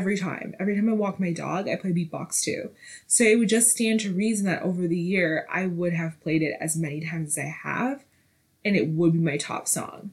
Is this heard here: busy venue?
no